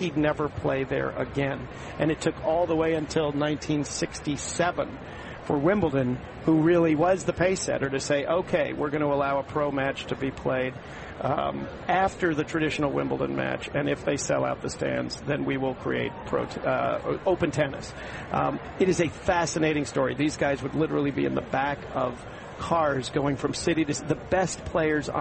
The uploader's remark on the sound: Live from the 2016 US Tennis Open in Flushing, Queens NY.